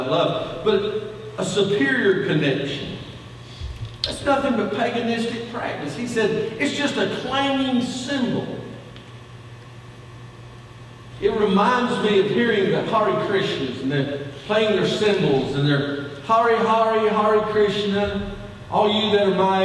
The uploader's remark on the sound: Sunday Morning Worship